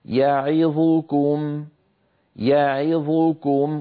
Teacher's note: يعظكم الفتحة في الياء والكسرة في العين والضمة في الظاء، هذه الأزمنة كلها متساوية، لا يصح أن يسرع القارئ عند حرف من هذه الأحرف المتحركة أكثر مما جاوره من الحروف. · Term: أزمنة الحروف المتحركة